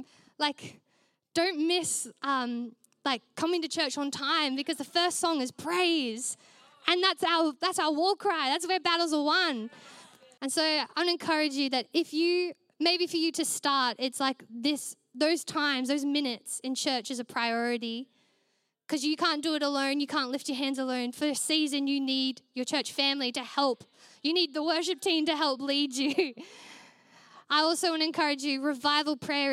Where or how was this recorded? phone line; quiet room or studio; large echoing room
large echoing room